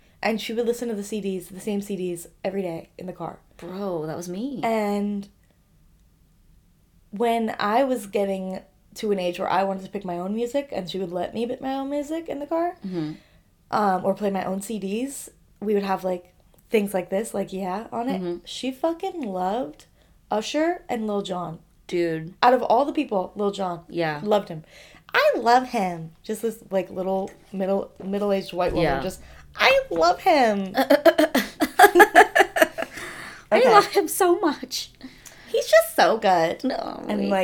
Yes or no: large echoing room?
no